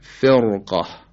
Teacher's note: به خاطر وجود قاف، قاف مفتوحه که از حروف استعلاس و حرف درشتی است و باعث میشه که حرف را تفخیم بشه